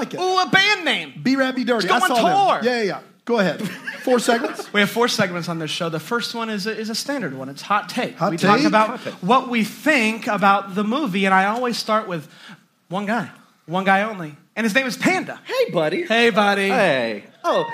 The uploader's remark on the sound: Here is our live show episode. If you made it out, thanks for making it such an amazing evening!